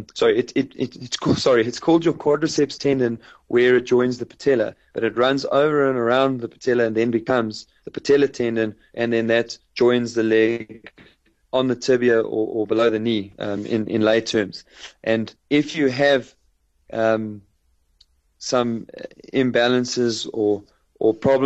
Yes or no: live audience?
no